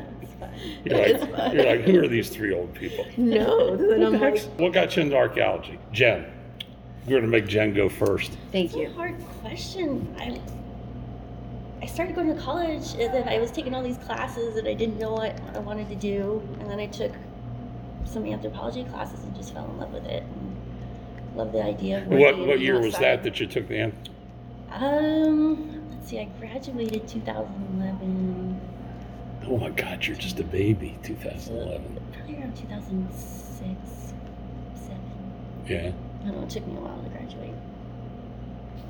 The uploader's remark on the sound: at the Three Corners Archeology Conference at University of Nevada Las Vegas